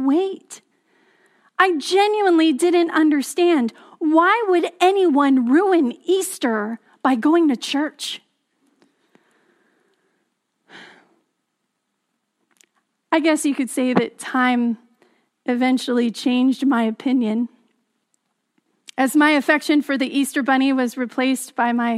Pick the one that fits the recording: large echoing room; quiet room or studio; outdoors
large echoing room